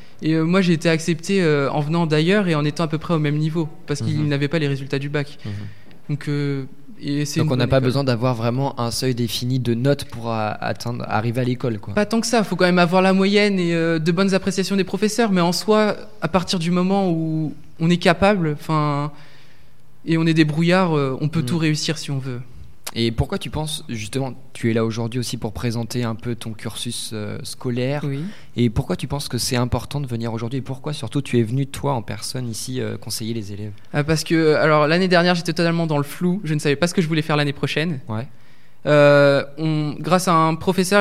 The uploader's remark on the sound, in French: Interview réalisée en direct samedi 2 février 2019, pendant le 2ème Forum de l'orientation du LRB.